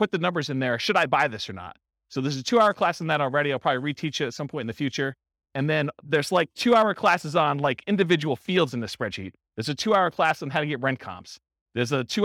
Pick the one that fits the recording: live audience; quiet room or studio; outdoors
live audience